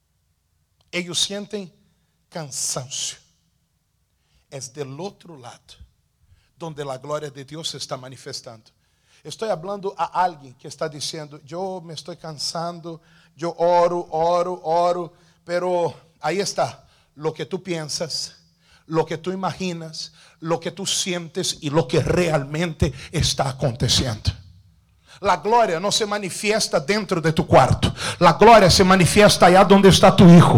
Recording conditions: large echoing room